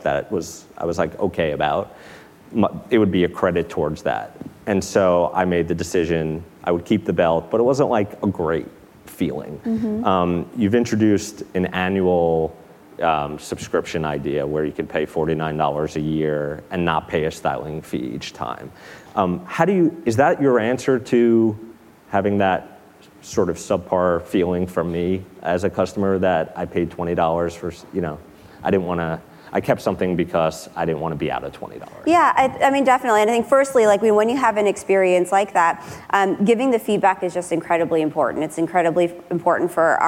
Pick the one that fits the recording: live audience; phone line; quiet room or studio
live audience